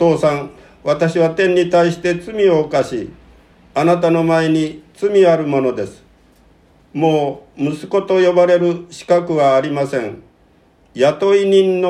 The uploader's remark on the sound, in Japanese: 吉備教会礼拝メッセージ録音